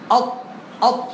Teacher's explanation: الطاء لها مخرجها طرف اللسان مع اصول الثنايا العليا